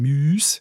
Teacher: dass aus dem langen U ein Ü wird, das ist eigentlich urnerisch